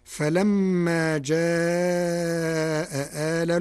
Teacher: وقد قرأها القارئ بتسهيلها مع التوسط